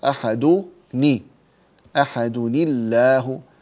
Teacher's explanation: نقول أحد كأنها ضمة واحدة ثم الضمة الثانية التي هي تشير إلى النون الساكنة نكسرها